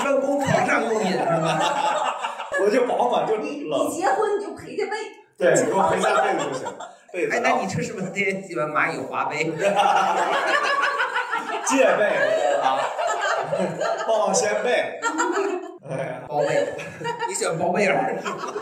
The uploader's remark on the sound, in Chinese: 最近两期由于场地不熟悉，设备出了问题，只能用备用素材，所以音质稍有问题。